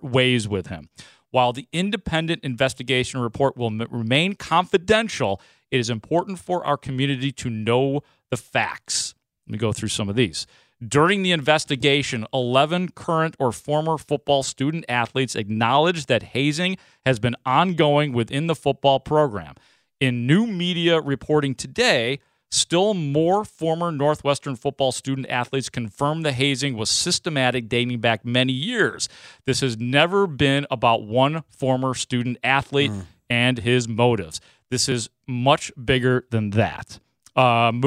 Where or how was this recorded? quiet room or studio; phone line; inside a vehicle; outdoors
quiet room or studio